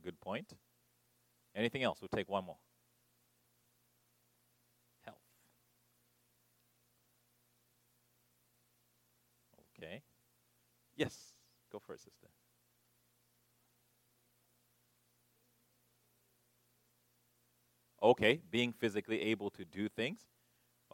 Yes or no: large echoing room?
yes